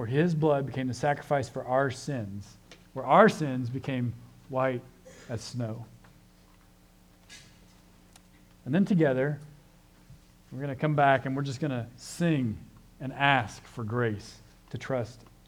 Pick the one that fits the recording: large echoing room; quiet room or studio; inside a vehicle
large echoing room